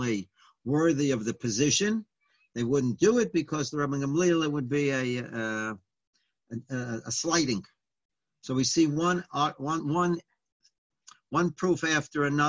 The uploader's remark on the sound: Live On Zoom